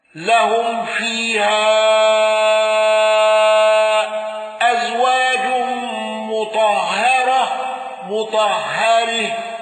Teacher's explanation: إمالة تاء التأنيث لحمزة